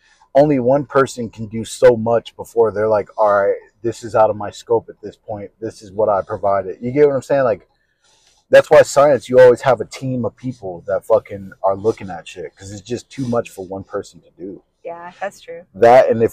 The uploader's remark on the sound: On tHe RoAD. Sorry about the audio guys it was our first try.